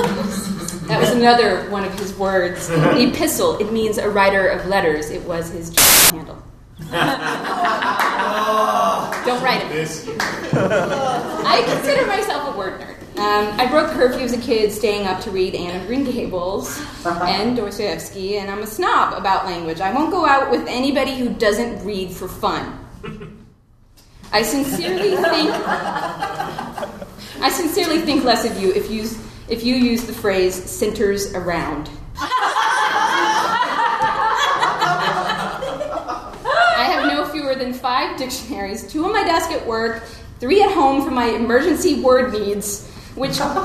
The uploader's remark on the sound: The show you're about to hear was recorded live at the Pub Theater, 3220 N Lincoln Avenue in Chicago. Everything on this podcast has been created and performed by audience members who volunteered to share their stories.